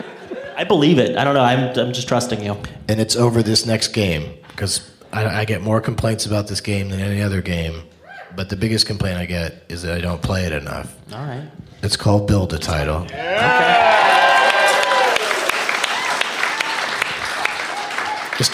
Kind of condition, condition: setting, live audience